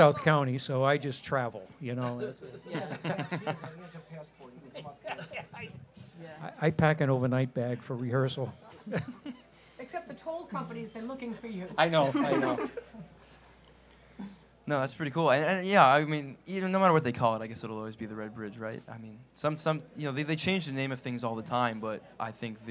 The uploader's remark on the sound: the Parlour for hosting this recording at their fine space on North Main Street in Providence